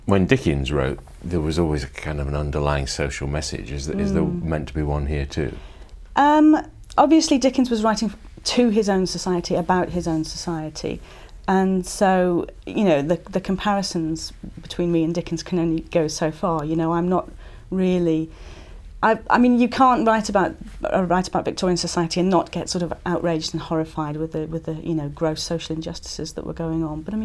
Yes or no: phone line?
no